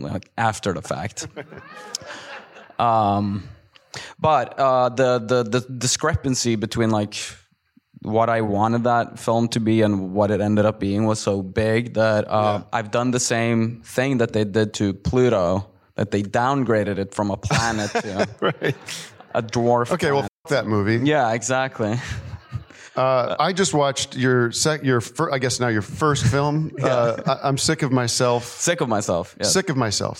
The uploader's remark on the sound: in a Q&A at the DGA theater in Los Angeles